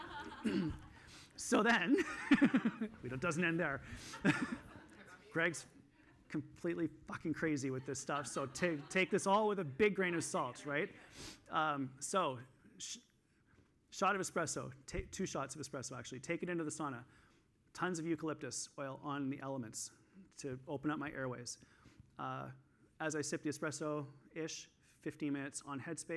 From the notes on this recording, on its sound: This week I'm sharing the second session that I did at the EPIC Conference in Toronto in December of 2022.